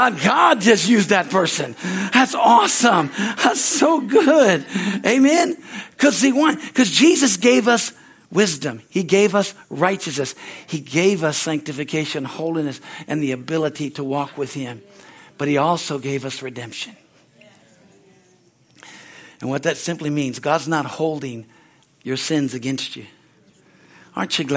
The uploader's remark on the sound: from the Sunday service on October 2, 2023 at Harvest Bible Church in Stockton, California